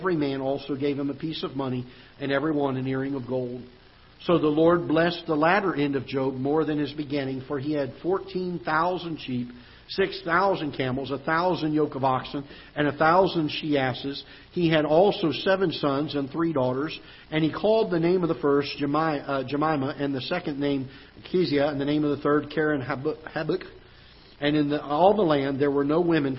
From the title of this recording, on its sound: Ketha Heights Baptist Church ~ Live Broadcast